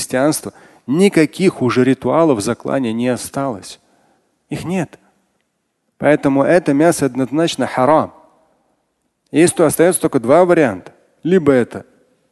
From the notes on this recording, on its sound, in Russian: Фрагмент пятничной лекции. Отвечает на вопросы из зала.